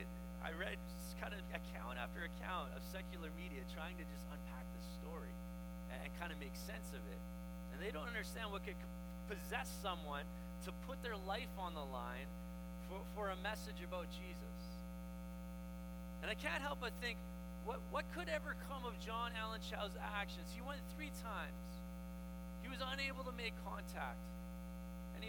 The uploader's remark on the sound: We apologize for the hum and are working to rectify the problem.